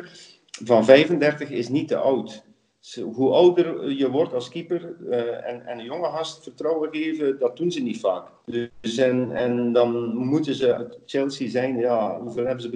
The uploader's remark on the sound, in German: Skypen